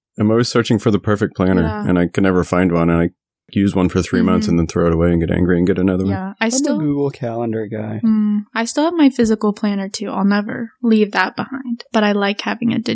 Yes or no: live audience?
no